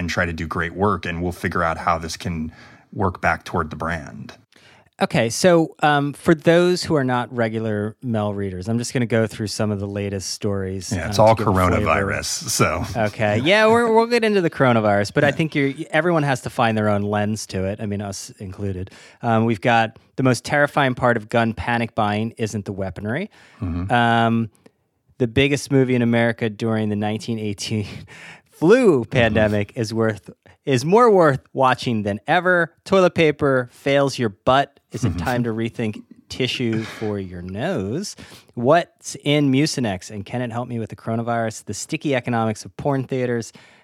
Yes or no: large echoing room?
no